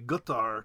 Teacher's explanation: It's like a hard k sound, or in the local dialect, that k becomes a g, so it could be Qatar too